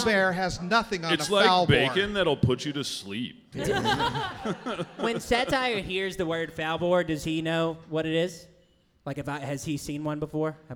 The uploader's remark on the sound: Live Show at Stand Up Live Huntsville. Recorded live at Stand Up Live in Huntsville, Alabama. Playing the world’s greatest role-playing game live on stage.